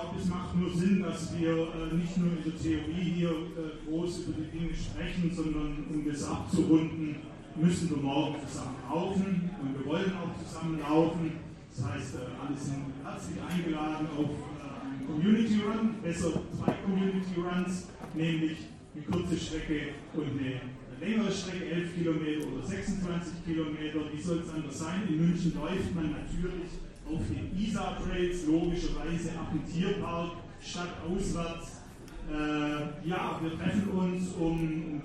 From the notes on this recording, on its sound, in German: Ein Audiomitschnitt der TRAIL-AWARDS im Feierwerk München. Live-Podcast.